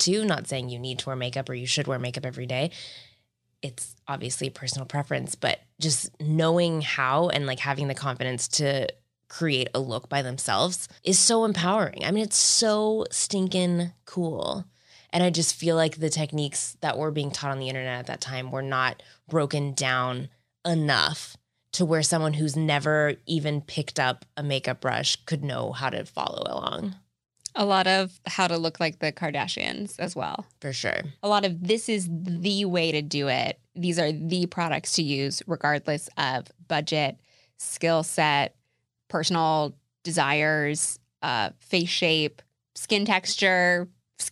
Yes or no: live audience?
no